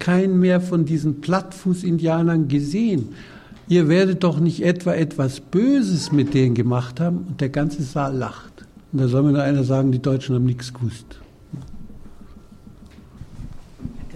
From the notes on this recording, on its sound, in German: Lesung und Publikumsgespräch. Die Veranstaltung im Potsdamer Freiland wurde am 27.Mai 2013 im Freien Radio Potsdam live übertragen.